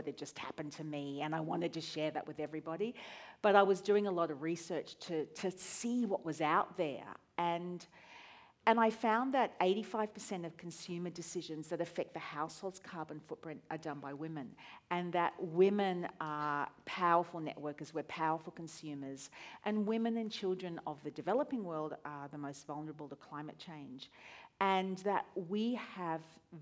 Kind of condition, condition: setting, live audience